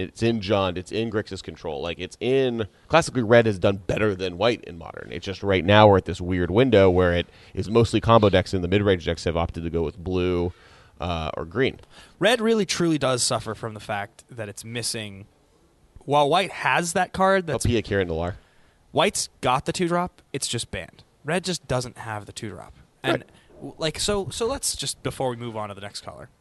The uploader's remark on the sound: “Live” From the Dallas Toy Fair